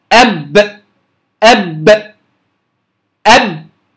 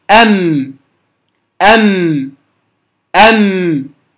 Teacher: في الميم يكون الانطباق أخف · Shown in: second take · أم أم أم، ليست كالباء.